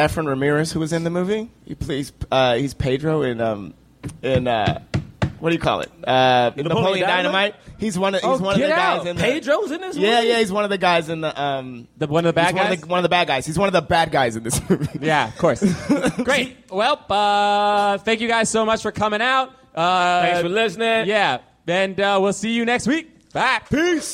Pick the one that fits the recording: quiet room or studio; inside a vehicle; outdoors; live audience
live audience